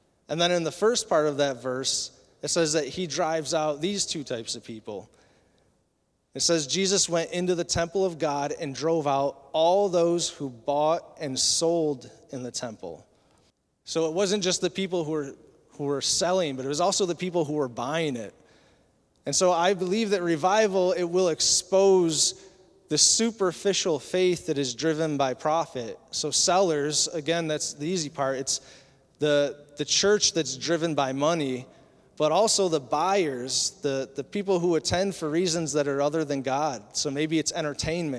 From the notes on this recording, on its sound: Recorded at Southtowns Christian Center April 2, 2023.